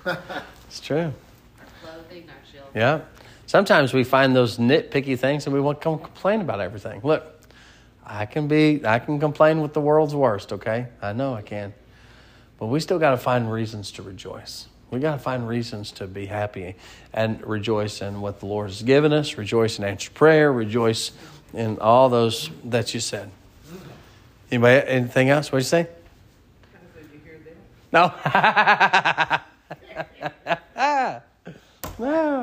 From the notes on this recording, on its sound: Sermon preached at Mid County Baptist Church